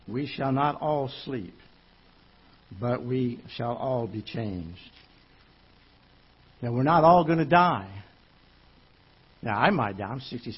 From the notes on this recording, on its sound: Ketha Heights Baptist Church ~ Live Broadcast.